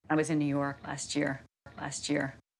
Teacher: I noticed, me di cuenta, that when one of the speakers says, I was in New York last year, she connects the words last and year. And not only do they sound like one word, but there's a ch sound that connects them